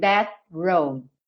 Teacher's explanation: Ele tem ali uma finalização, that road. Eu levo a língua para fazer esse T, esse D aqui no céu da boca, mas eu não tenho a obrigação de marcar